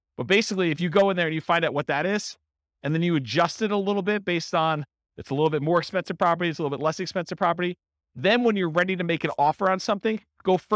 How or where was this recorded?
live audience